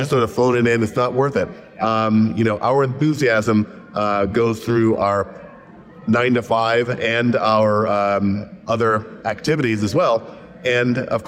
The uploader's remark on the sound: On the road at the Chattanooga Motorcar Festival